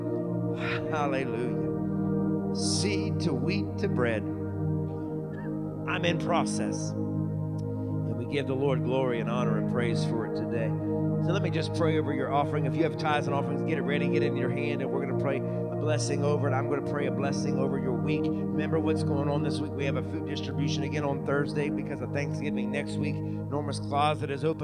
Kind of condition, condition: setting, large echoing room